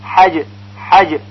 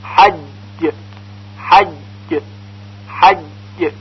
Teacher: یا حرف جیم مشدد مثل حج حج حج، اگر تشدید نداشت حج حج با سرعت تلفظ میشد، اما حالا که تشدید داره قدری با تأنی و استحکام تلفظ میشه · Shown in: second take